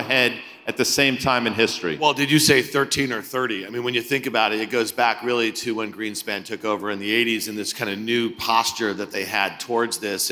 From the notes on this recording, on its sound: speak at the Zeta Live conference